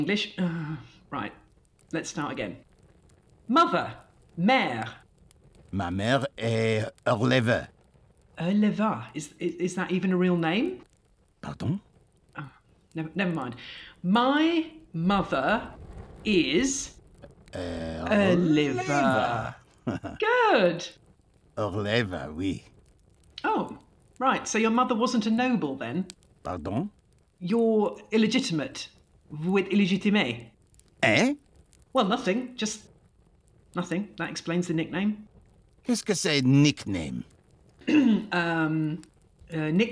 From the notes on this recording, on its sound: Sound Disclaimer: The Lost Tapes of History was recorded remotely during lockdown in late 2020. As such, the actors used what equipment they had available and were limited by their location. This has resulted in variable audio quality.